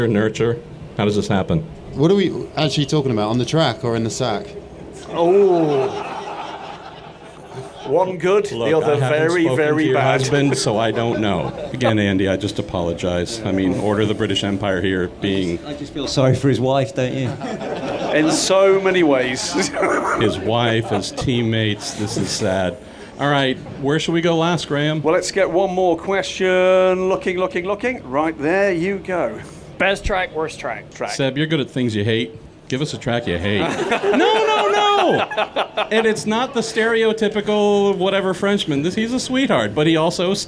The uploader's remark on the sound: It's The Week In Sports Cars Live from the crossover IMSA and WEC event at Sebring where the European and American Ford Chip Ganassi teams came together for a 30-minute podcast hosted for fans in the paddock